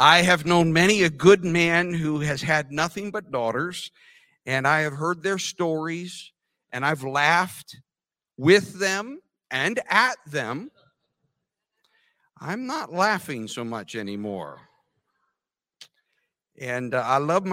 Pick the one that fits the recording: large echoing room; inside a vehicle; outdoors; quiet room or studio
large echoing room